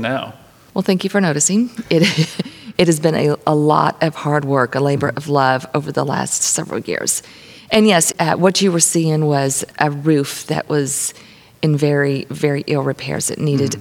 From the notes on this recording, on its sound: Recorded on site at the historic Bastrop Opera House